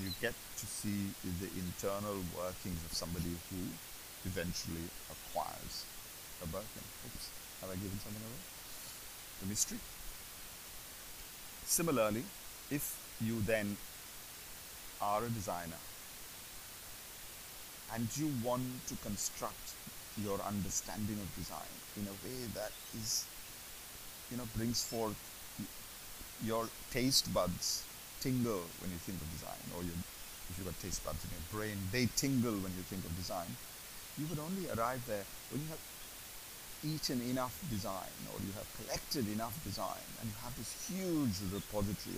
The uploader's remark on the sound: The audio is not great. Lots of background hiss. I am starting this thing of experimenting with how I do the audio.